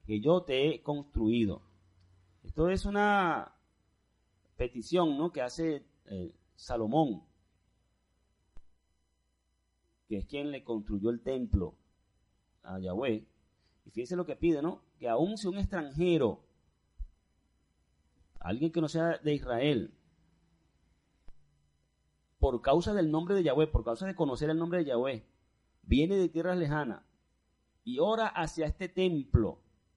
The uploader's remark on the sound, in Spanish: Servicio en vivo de la Asamblea de Yahweh Nazarena "Casa de Restauración" - Caracas.